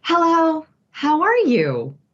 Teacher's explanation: So we say this hello with all of this vocal tightness.